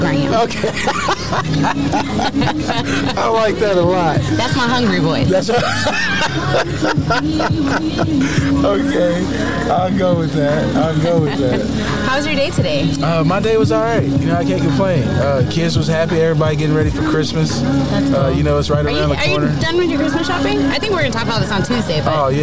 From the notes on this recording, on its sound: The Guess What Crew and affiliated network are live once again, checking out and supporting the local community and Vegan Food Vendors at a FOOD TRUCK FRIDAY event in the Phoenix Valley area.